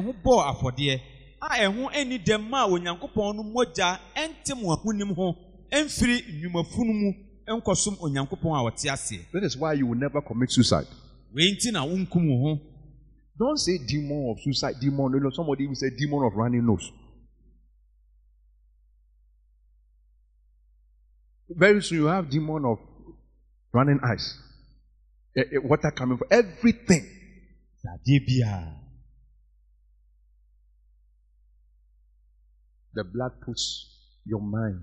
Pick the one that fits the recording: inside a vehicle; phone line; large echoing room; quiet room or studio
large echoing room